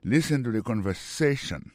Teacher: Mot conversation, accent tombé sur avant-dernier syllabe là.